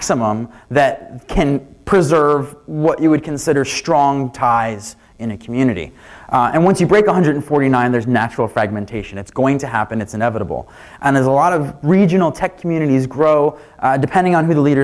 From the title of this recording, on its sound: Keynote from "Queen City Merge" conference (full recording, unedited)